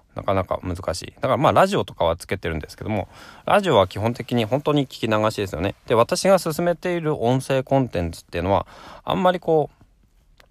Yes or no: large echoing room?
no